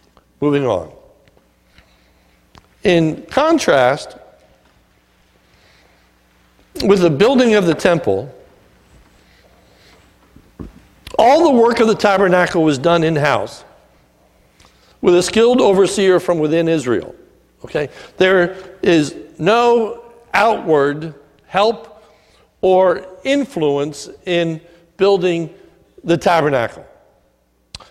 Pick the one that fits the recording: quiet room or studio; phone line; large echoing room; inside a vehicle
large echoing room